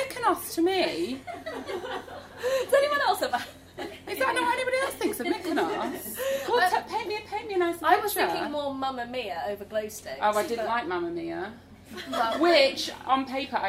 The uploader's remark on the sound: Live Podcast Recording with Fresh. In partnership with Fresh on Marylebone High Street in front of an audience of 25(ish) people.